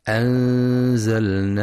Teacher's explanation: وإذا كان الحرف مرققا رققت نحو أنزلناه، فترقق الغنة لترقيق الزاي